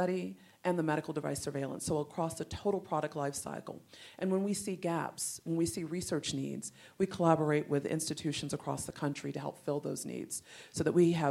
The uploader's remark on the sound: first recorded at the 6th annual Patients as Partners US conference